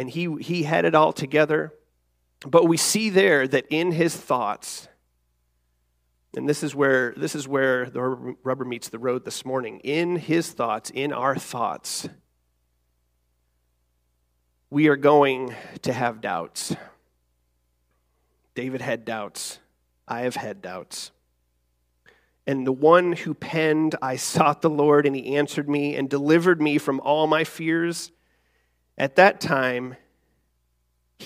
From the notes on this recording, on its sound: Recorded December 3rd, 2023, our monthly Youth-led service.